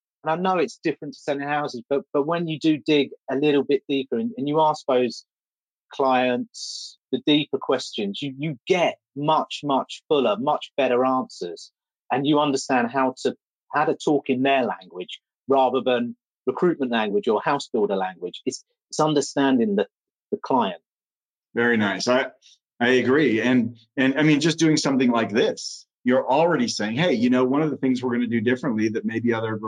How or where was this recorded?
video call